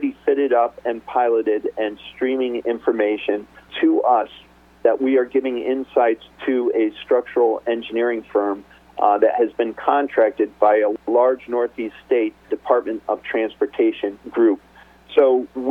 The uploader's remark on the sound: called in to SmallCapVoice.